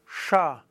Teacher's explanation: Sha, ziemlich weit hinten. Sha, zerebralisiert, also die Zunge nach oben Richtung Mitte des Gaumens, Richtung Hirn nach oben.